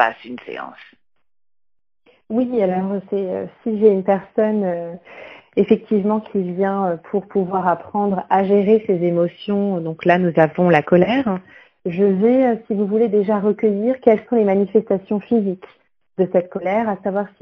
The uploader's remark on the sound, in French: L'enregistrement de l'Interview s'est fait au téléphone, c'est pour cette raison que la qualité audio n'est pas optimale mais toutes les informations sont là... Ma voix est un peu tremblotante car j'étais un peu stressée pour ce premier passage radio.